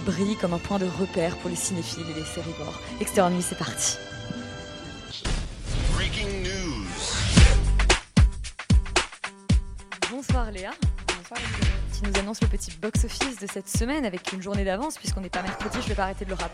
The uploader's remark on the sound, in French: En direct des Grands Voisins